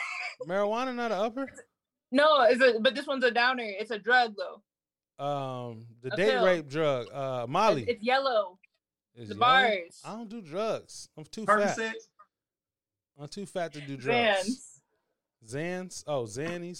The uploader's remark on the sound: This Is Our First Video Zoom Episode